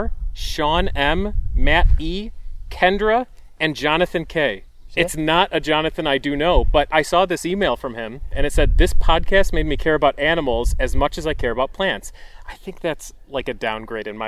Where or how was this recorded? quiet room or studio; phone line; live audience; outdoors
outdoors